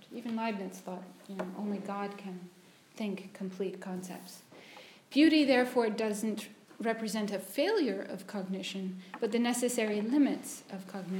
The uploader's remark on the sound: at Senate House in London (29/01/2020, 16-18:00) for the London Aesthetics Forum